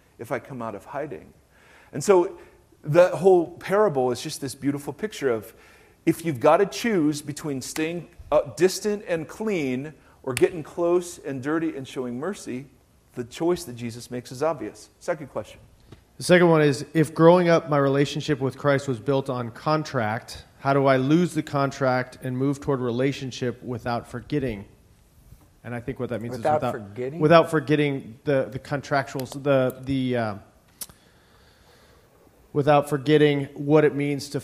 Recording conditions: large echoing room